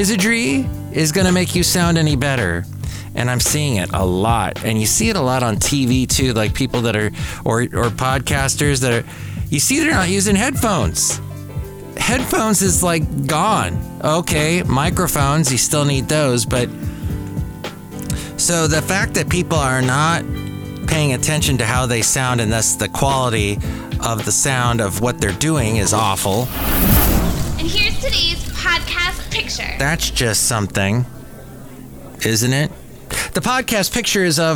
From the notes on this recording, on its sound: podcasts live from Cafe Anyway